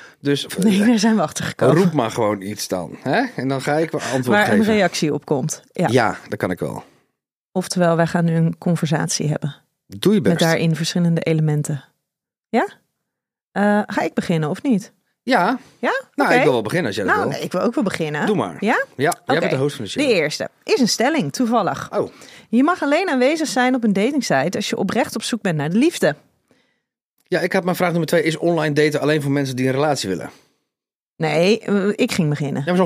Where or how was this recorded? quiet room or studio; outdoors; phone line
quiet room or studio